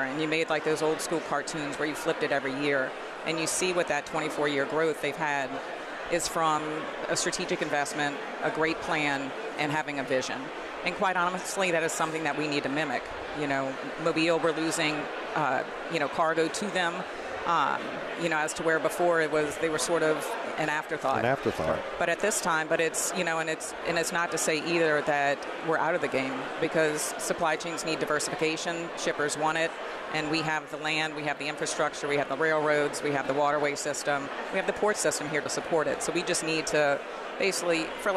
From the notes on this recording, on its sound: Broadcasting LIVE from GNO’s Inc.’s Annual Luncheon at the Hyatt Regency New Orleans.